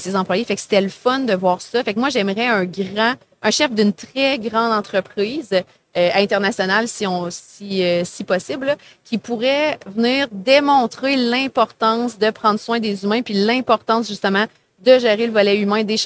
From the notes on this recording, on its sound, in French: En direct du Salon Industriel de Terrebonne